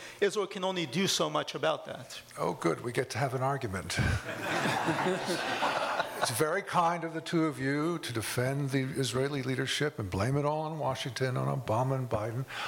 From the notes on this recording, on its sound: In this special episode, you'll hear a live panel. At the David Horowitz Freedom Center's annual Restoration Weekend event.